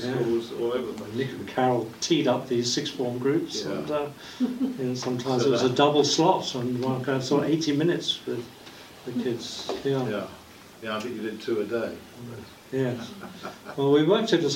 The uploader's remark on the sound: Audio from the March 15th book launch